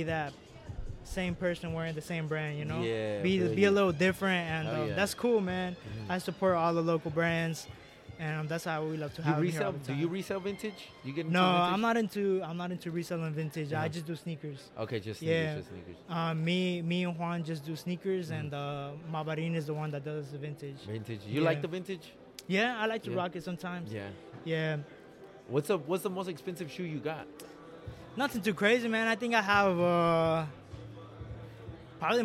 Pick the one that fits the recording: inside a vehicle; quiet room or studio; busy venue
busy venue